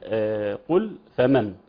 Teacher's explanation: مخرج الفاء هو يعني اطراف الثنايا العليا مع باطن الشفه السفلى